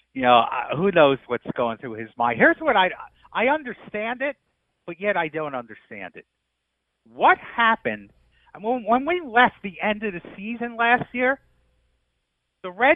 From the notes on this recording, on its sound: called in from the Jersey Shore